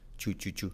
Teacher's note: Mirad cómo contraigo do you en chu.